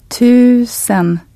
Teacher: The word for thousand with a long Swedish U sound.